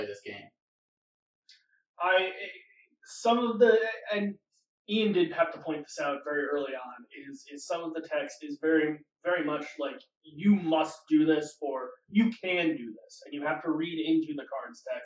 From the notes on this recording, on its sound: Sorry in advance for some of the audio quality, we were dealing with a very pesky echo.